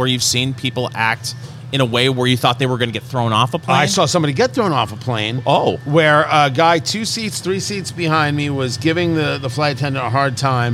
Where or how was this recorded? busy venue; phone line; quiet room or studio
busy venue